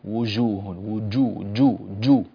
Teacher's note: لابد أن تكون الجيم هكذا شديدة مجهورة